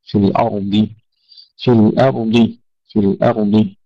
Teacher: تفخيم الضاد وترقيق الهمزة عكس ما يفعله كثير من الإخوة